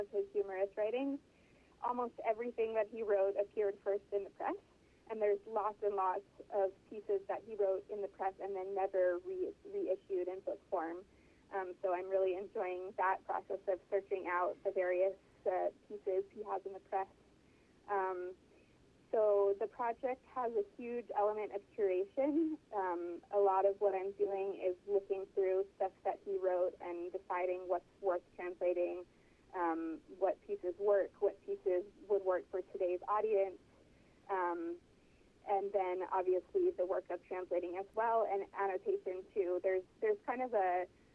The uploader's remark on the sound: She joins us on the phone from Paris